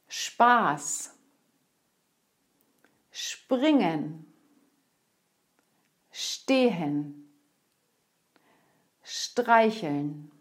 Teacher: es hört sich an, als wenn am Anfang des Wortes SCH steht. Wenn am Wort Anfang SP zu hören ist, dann schreiben wir SP.